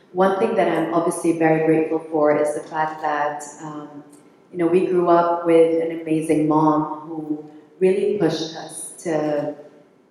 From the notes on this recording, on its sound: Our conversation took place on stage at the Caring for Each Other event which was partnership between Viatris and Sesame Workshop – the makers of Sesame Street.